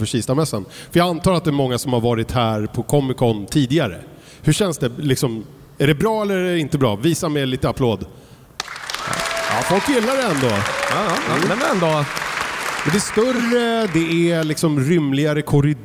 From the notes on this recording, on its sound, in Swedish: Den som spelades in live på Comic Con Stockholm 2023. Spelade vi in livepodd inför publik på Comic Con Stockholm på Älvsjömässan.